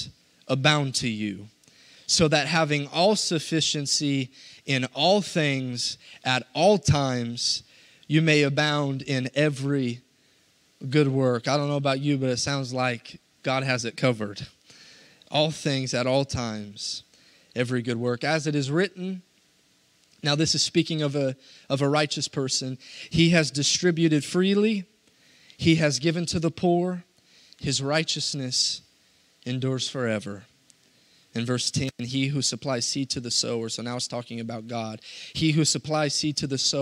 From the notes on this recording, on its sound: This message was preached Sunday, February 20, 2022, at our Cowden, Il location.